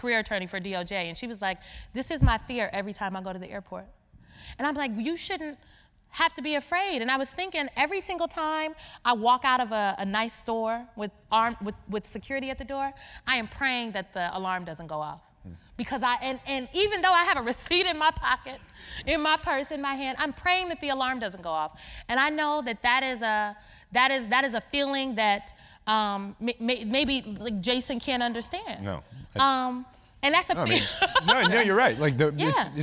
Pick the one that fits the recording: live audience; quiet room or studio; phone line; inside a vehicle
live audience